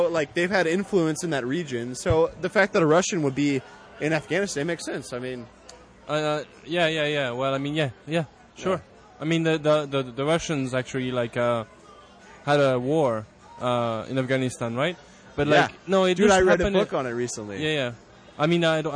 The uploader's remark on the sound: Uncle Billy's Brewery. We had a great time, very laid back atmosphere recording on the patio. On the last half hour of the show our french vagabond friend wandered through our recording and joined us to close out the show.